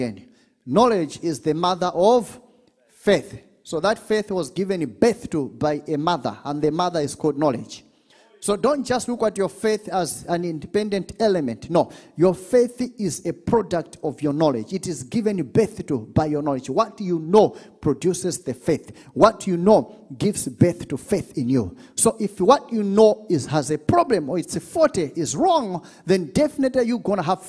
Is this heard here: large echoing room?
yes